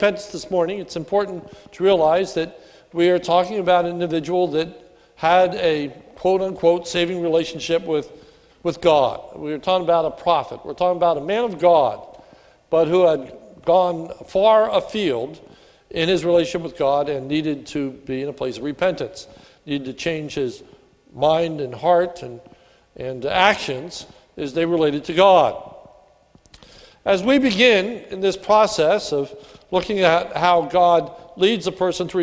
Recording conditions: large echoing room